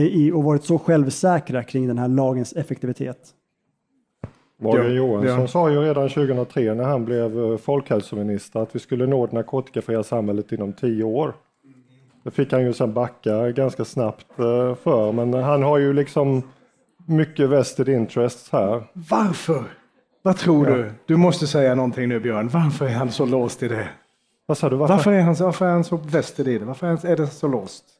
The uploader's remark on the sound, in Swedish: Panelsamtalet spelades in på Grand i Malmö den 30 november 2022.